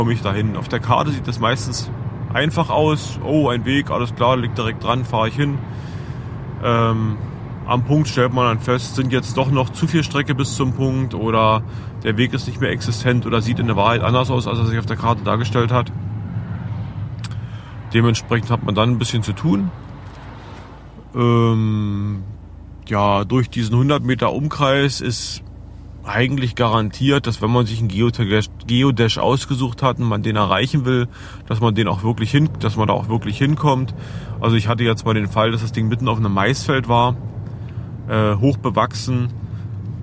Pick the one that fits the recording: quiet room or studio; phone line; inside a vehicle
inside a vehicle